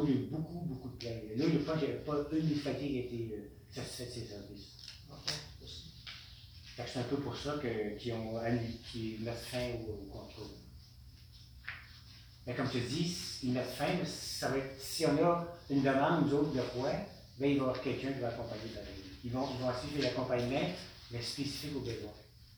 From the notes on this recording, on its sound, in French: Enregistrement de la séance du conseil municipal de Charette du 2 novembre 2020